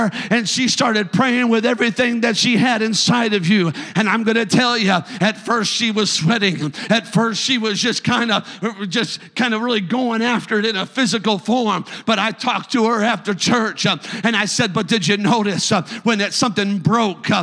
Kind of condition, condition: setting, large echoing room